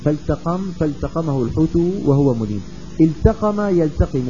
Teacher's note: وأبن اللام في قوله تعالى فالتقم لتباعد المخرجين